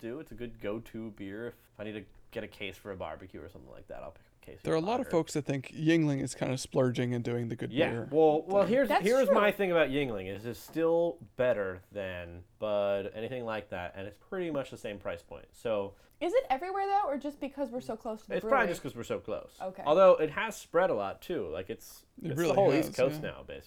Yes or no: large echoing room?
no